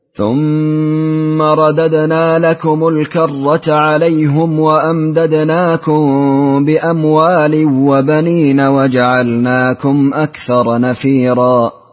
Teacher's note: يضم الهاء عليهم ويترك الغنة في قوله بأموال وبنين